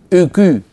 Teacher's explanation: إن تعمدت ورفعت وسط لساني مع ضم الشفتين سيخرج هذا الصوت أكو، إن آباؤكم وإخوانكم، فهذا كله سببه استعمال مخرجين في آن واحد. ضم للشفتين يصاحبه ارتفاع لوسط اللسان